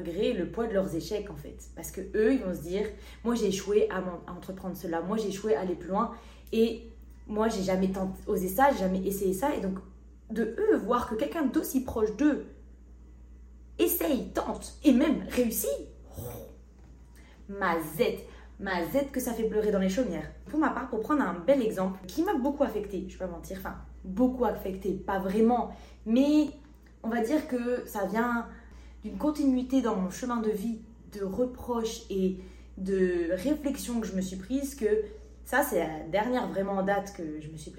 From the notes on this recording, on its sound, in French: MON MICRO N’ÉTAIT PAS BRANCHÉ, ainsi la qualité du son sur le format audio et visio est à désirer